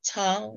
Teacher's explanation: it's Tang, so it's first tone, not second tone